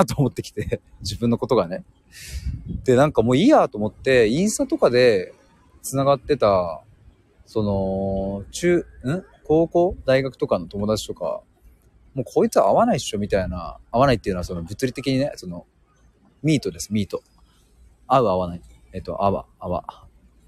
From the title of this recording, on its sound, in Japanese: 駅まで歩きながら！